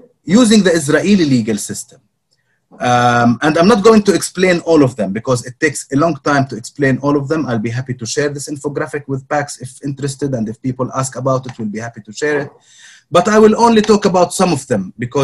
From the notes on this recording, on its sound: for organising this webinar and for permission to use the audio